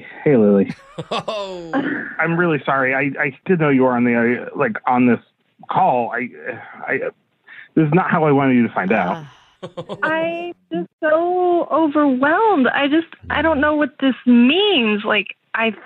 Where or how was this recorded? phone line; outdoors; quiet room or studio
phone line